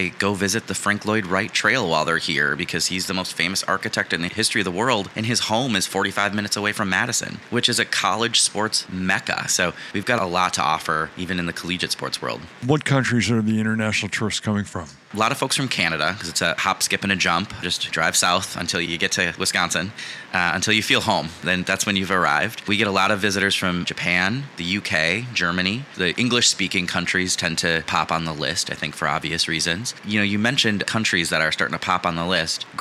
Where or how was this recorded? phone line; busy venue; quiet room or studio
busy venue